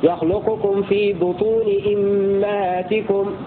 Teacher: وفي سورة الزمر: يخلقكم في بطون أمهاتكم، هكذا يقرأ حمزة كسر الهمزة والميم، والكسائي يقرأ بكسر الهمزة وفتح الميم